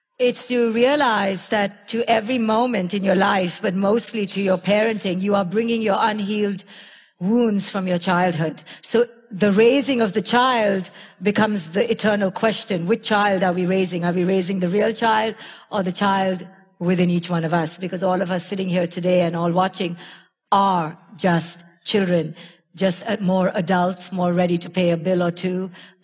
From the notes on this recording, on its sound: Her talk at Mindvalley City Campus Tallinn in 2018 received a standing ovation and heralded as a life-changing listen for everyone in the audience.